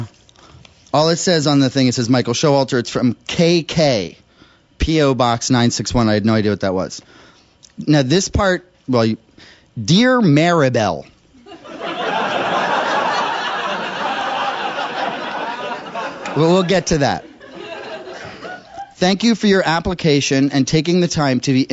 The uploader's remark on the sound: Recorded live in New York.